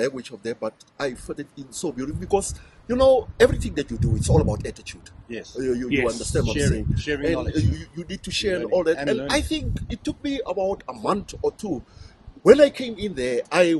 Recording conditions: wind noise